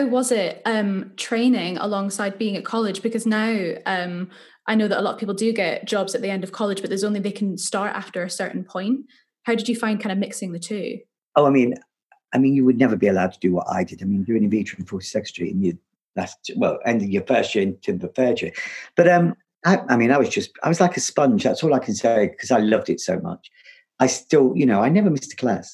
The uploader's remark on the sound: This episode was recorded over Zoom